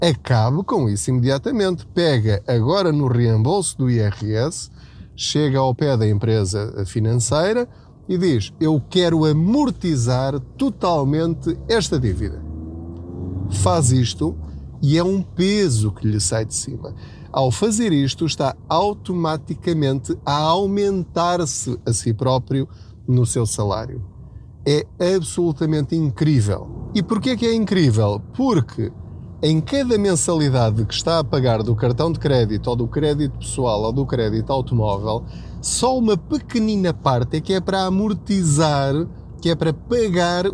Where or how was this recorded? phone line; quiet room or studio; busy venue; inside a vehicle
inside a vehicle